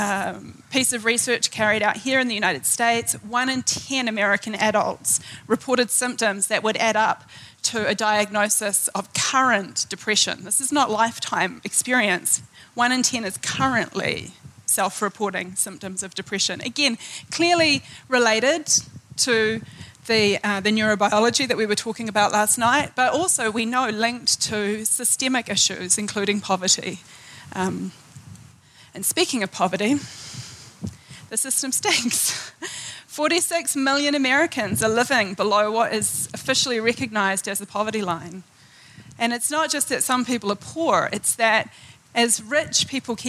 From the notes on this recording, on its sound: In this episode taken from the 2013 Buddhist Geeks Conference